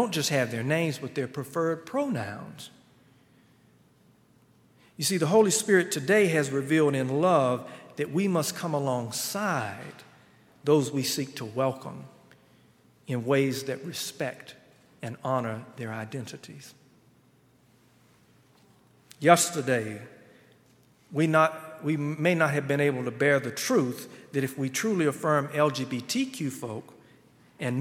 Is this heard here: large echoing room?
yes